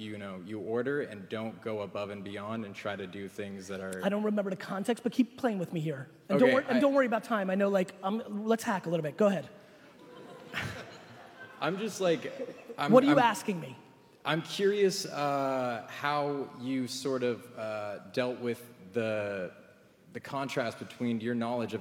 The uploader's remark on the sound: 2019 Keynote at USC. I was so excited and humbled that so many of the USC community came out to hear me speak.